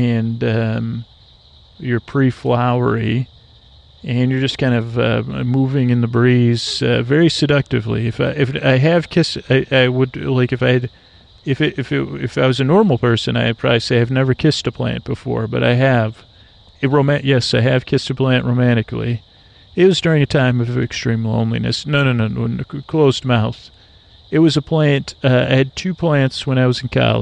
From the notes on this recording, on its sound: On Location. An ambient episode recorded on the edge of dusk in Florida, listen a rest as I listen and comment on the sounds of the swamp.